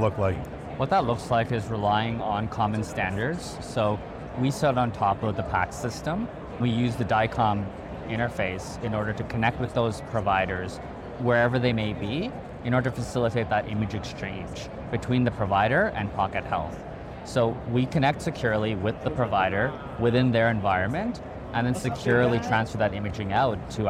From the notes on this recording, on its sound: it’s an Interview in Action live from HIMSS 2023